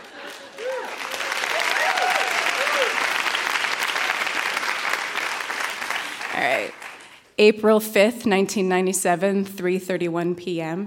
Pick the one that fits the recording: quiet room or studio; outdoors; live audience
live audience